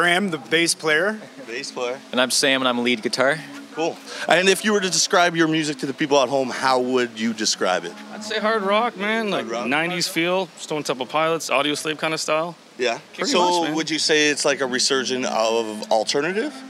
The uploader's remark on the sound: Live from HitsFest in Uxbridge